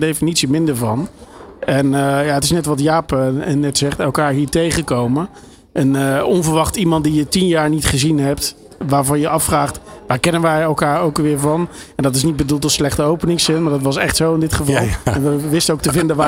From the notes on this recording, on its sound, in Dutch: New Business Radio deed live-verslag vanaf C-day23 in Spant! Vond C-day23 plaats in Theater Spant! Deed gedurende de dag op verschillende momenten live-verslag van dit event.